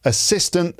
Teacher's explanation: the stress should be on the second syllable, but it's stressed the first and third syllables and other things.